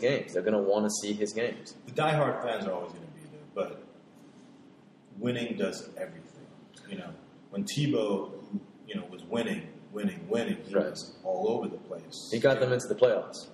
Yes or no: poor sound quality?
yes